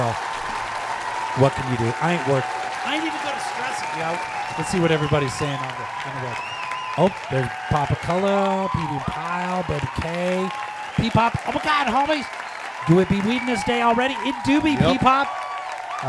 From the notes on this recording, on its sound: Filmed in front of a live Studio Audience